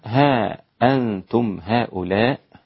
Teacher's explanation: الميم الجمع التي في نهاية الكلمة تضم وتوصل وصلا بواو حركتين